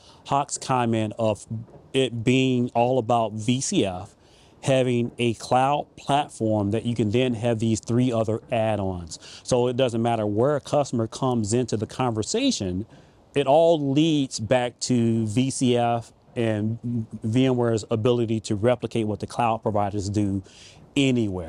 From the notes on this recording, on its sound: Recorded at VMware Explore 2023 EU